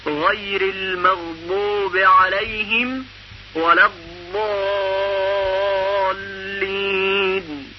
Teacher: در تلفظ حرف زاد به خاطر صفت استطاله صدای زاد قدری کشیده میشه، یعنی صوت در مخرج زاد جریان پیدا میکنه تا به مخرج لام برسه و در اونجا صدای زاد شکل میگیره و کامل میشه.